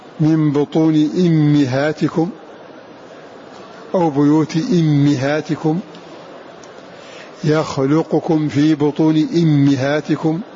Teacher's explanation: حمزة وحده قرأ بكسر الهمزة والميم معا